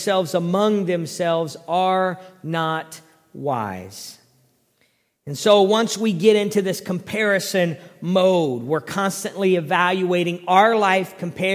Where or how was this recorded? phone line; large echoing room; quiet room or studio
large echoing room